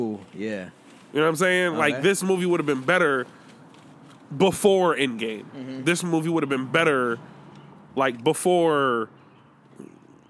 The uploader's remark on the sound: Outside Edition.